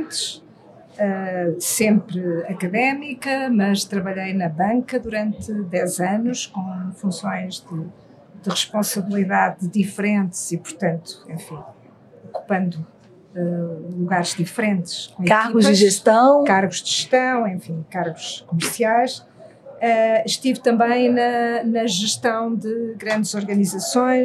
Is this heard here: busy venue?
yes